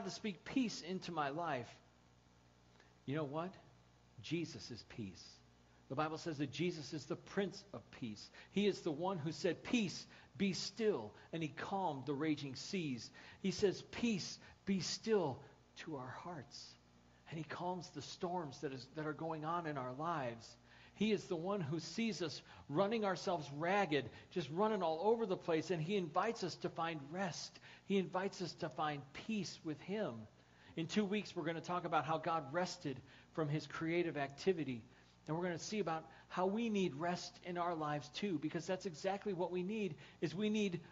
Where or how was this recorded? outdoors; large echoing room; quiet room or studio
large echoing room